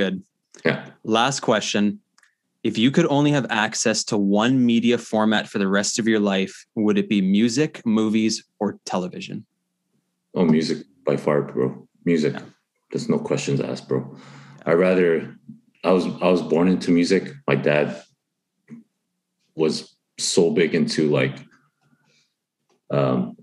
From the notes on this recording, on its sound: over the pods first zoom call